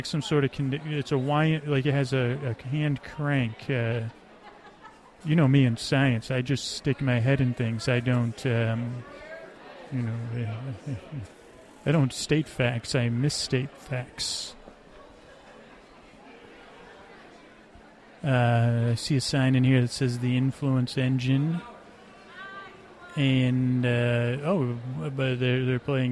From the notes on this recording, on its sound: Live at the Dickens Fair. This is a cut of the show but only my mic...not the mics collecting the area sound.